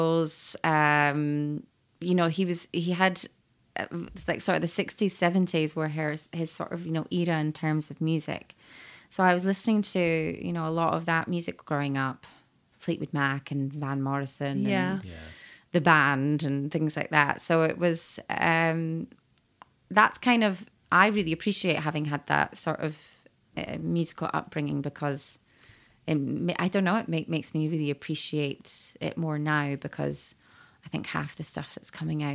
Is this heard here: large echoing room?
no